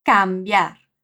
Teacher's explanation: O M depois da A é nasal, mas a A não é tão puxada por ele como em português.